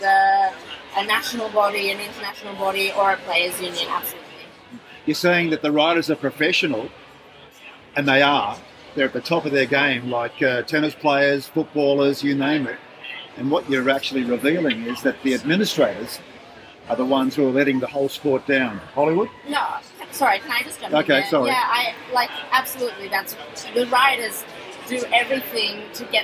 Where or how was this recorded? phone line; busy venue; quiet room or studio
busy venue